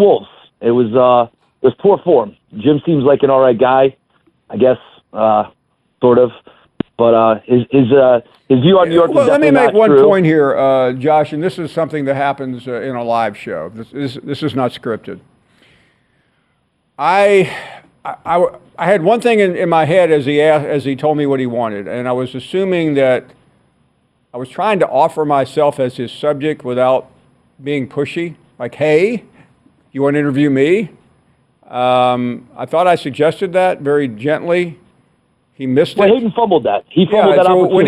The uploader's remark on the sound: taking more of your phone calls